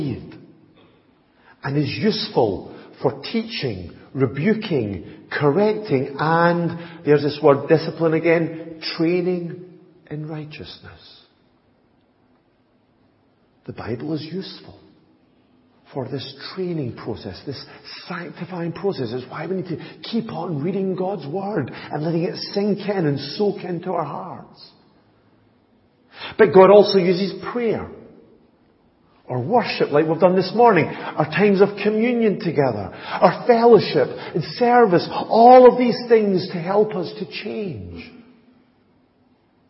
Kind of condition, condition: setting, large echoing room